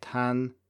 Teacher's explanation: some speakers will, in when they say tan, they will have a more e sound.